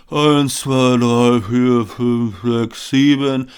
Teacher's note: Vermutlich jetzt nicht besonders prägnant und so ein bisschen hauchig und wenig tragfähig.